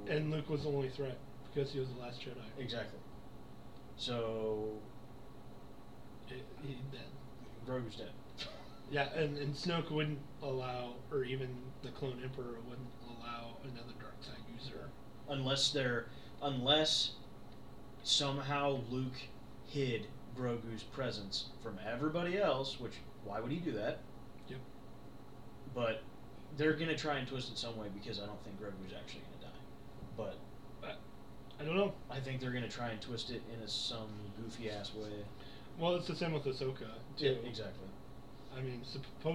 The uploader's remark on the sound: lots of technical issues.